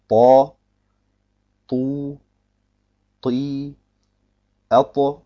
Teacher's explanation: im Gegensatz zum Dad der Druck beim Ta nicht alleine auf den Zungenseiten lastet, sondern Druck ist mehr oder weniger über die Zunge gleichmäßig verteilt.